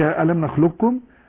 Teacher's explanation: هذا القاف في الكاف، هذا إدغام محض في رواية حفص